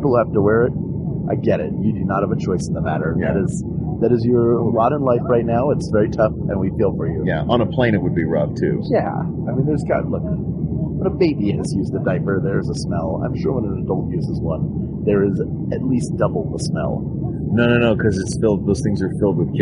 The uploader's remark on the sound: RECORDED LIVE MID-FLIGHT! Recorded live on a flight from Sydney, Australia to Auckland, New Zealand during the Thrilling Adventure Hour Down Under Tour.